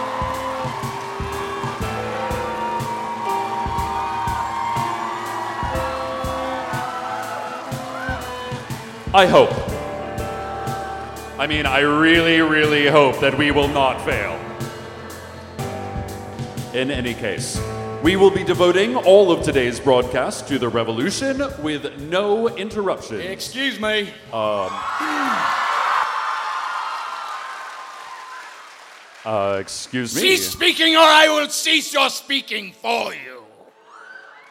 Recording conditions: live audience